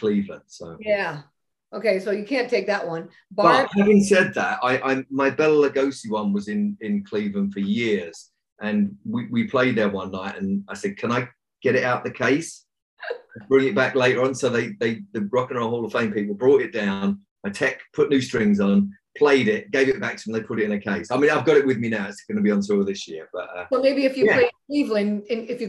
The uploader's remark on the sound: on a video zoom chat